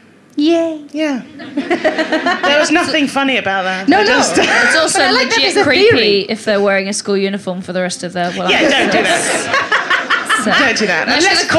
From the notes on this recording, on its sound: Recorded at The Stand during 2016's Edinburgh Fringe Festival.